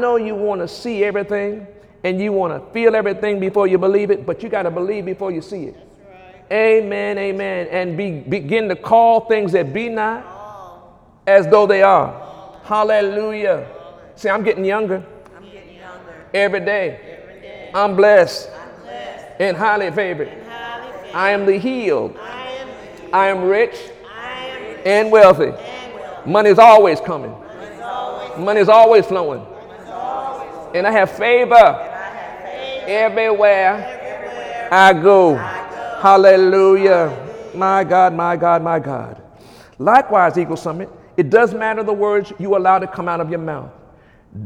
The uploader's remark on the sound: During Wednesday night service on November 29, 2017